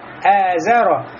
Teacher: Значит, не говорим «азаро», а говорим «эзаро». И при этом у нас должно быть напряжение в горле, потому что хамза, его махрадж, место выхода – это «аксальхальк» – дальняя часть горла